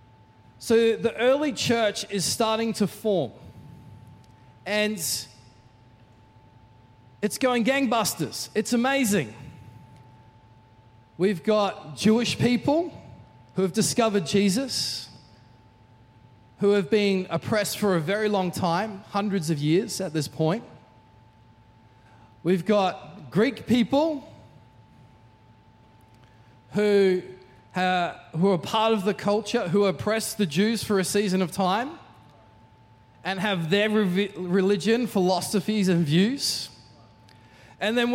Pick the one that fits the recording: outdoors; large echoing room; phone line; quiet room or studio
large echoing room